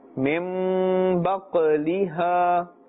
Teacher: Qalqala. Because qaf with the jazm, this is part of the qalqala letters. And as we had already learned, in this case, a bouncing or echoing sound must be made.